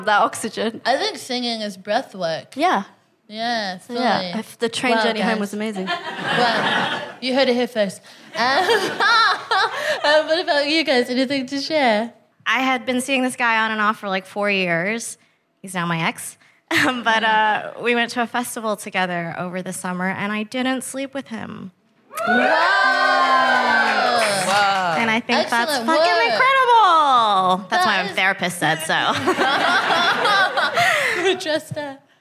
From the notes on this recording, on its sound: Recorded 16 September 2022 at 21Soho in London.